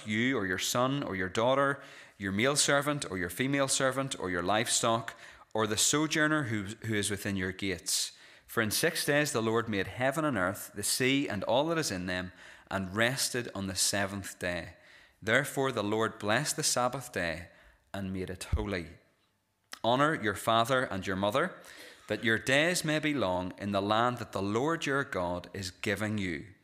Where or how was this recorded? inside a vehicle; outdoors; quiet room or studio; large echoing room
large echoing room